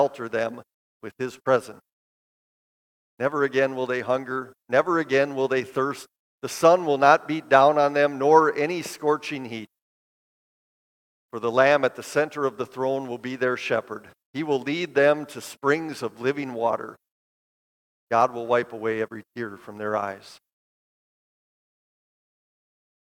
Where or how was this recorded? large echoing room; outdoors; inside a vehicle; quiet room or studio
large echoing room